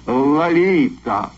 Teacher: А теперь по-русски. Первый слог имени звучит скорее как «а», чем «о», а остальное похоже на испанский.